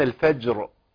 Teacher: يبقى ناخد بالنا من إثبات الراء عند الوقف على كلمة الفجر، سواء في سورة الفجر والفجر وليالي العشر أو في هذا الموضع.